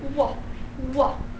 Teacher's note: in some accents, they say it with the tongue touching or approaching the velar · Term: labial velar